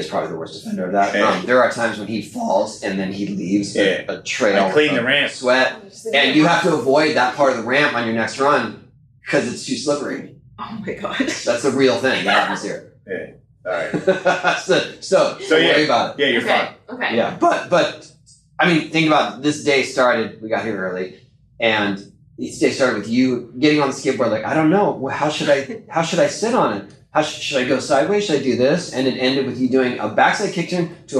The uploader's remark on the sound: Disclaimer: This show is audio-challenged, as the file from our soundboard was corrupted beyond repair. Please excuse the sound quality.